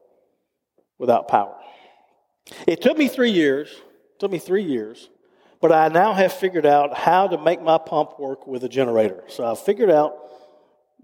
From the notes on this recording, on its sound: recorded live at Covenant